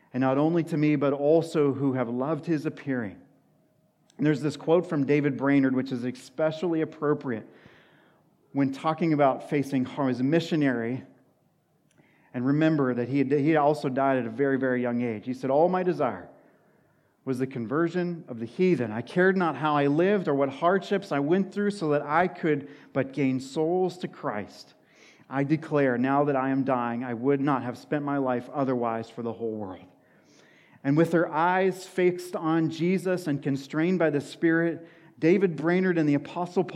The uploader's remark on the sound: sermon at Washington Union Alliance Church